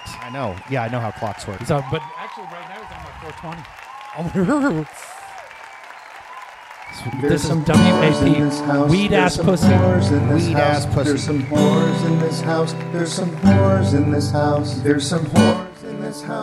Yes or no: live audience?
yes